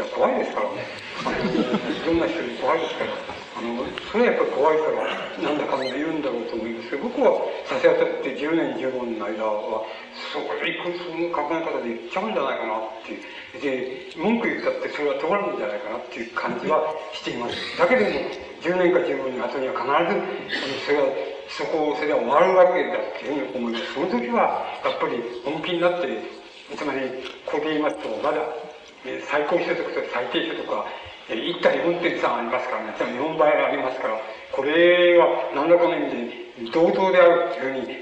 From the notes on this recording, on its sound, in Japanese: 主催：社会党 場所：社会文化会館5階ホール。社会党本部の要請により行われた。音源は客席から録音されているため 反響音や音割れ、ノイズがあり、 音質はあまりよくない。